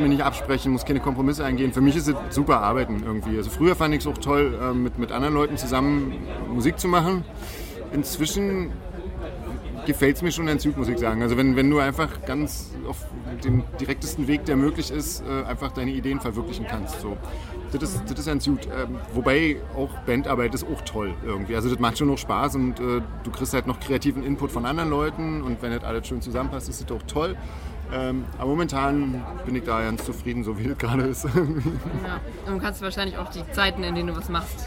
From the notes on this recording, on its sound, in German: Auf dem Amphi Festival